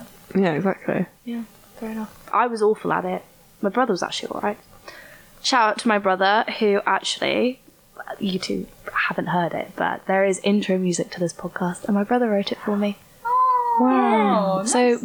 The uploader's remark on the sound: apologies for the audio not being as good as usual, there were some technical difficulties